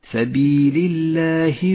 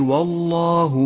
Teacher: الأولى لام مرققة لأنها سبقت بحرف مكسور، والثانية لام مفخمة لأنها سبقت بحرف مفتوح، فتنبه إلى الفرق بين ترقيق الأولى وتفخيم الثانية.